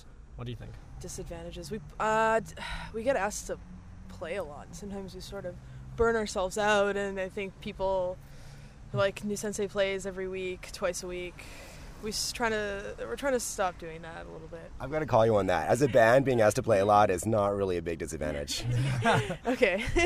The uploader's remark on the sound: Outside the Biltmore in their tour van.